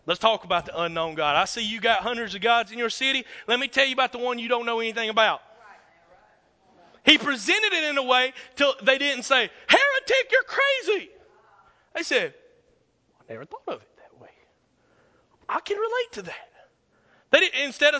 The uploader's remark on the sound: This is a session I did from a ministers’ conference in 2009.